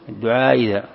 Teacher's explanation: تسهيل الثانية بينها، أي بين الهمزة وبين الياء، الثانية مكسورة الدعاء إذا، فتعطيها شيء من الياء، من حرف الياء.